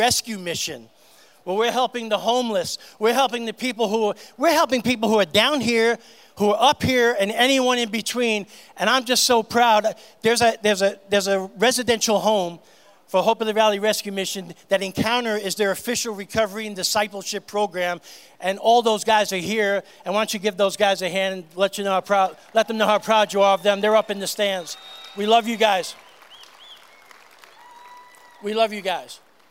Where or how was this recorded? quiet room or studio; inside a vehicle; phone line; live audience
live audience